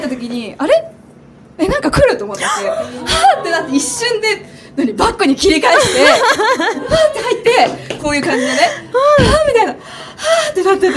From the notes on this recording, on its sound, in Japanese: 今回は2人とも日本に一時帰国ということで。旅アスのミートアップで一部公開収録しました。